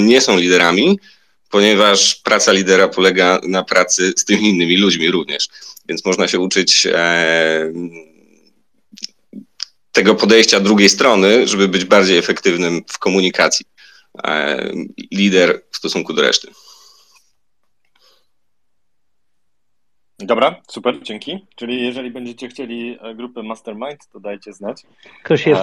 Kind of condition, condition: link, video call